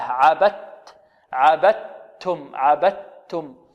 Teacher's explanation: وعندنا هنا الدال أدغمت في التاء إدغاما كاملا، عبدتم، النطق بتاء مشددة، نخرج من الباء إلى تاء مشددة